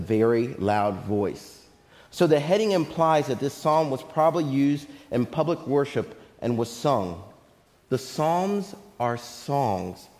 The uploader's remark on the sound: Faith Baptist Church in Hamilton, NJ.